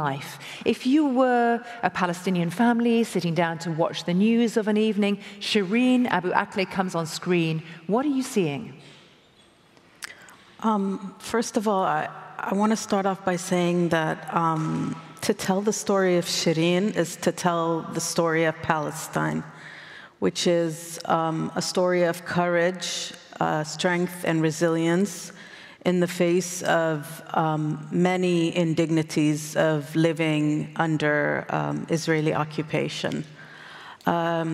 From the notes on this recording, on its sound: recorded at the 2023 Oslo Freedom Forum